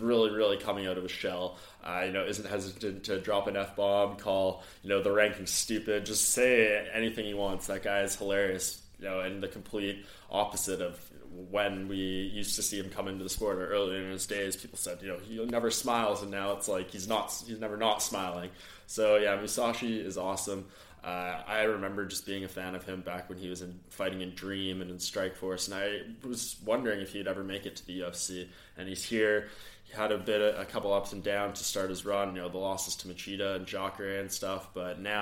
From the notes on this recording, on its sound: Octagonside at UFC 204 as the biggest UFC event to hit the UK delivers the goods in front of a sell-out crowd in the early hours of Sunday morning in Manchester.